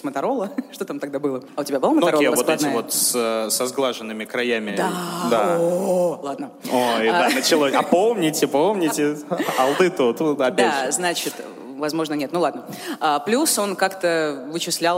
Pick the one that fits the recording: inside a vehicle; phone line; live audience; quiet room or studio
live audience